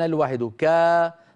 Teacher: لما يقول فكان الواحد كا، هذا المقدار كم مطه؟ مطه بمقدار كاكا، هذا معنى قولهم بمقدار حركتين، أي بمقدار نطق حرفين متحركين متتاليين، بمقدار نطق حرفين متحركين متتاليين.